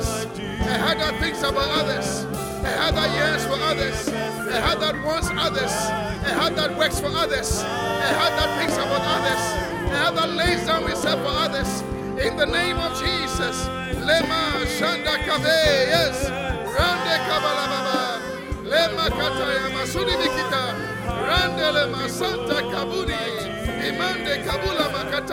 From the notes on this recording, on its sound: Preached at the Qodesh